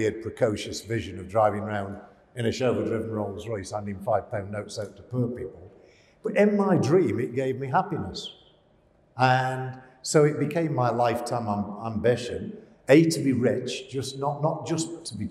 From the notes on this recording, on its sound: LIVE on stage at Ideas Fest 2022.